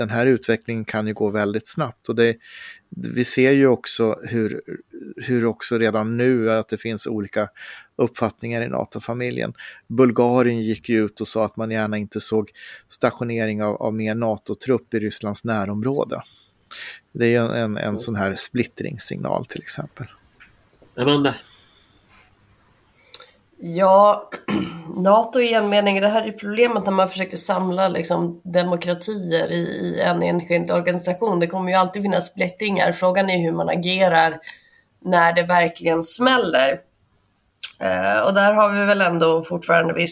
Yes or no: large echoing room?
no